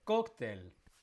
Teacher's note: la fuerza está en la en la penúltima.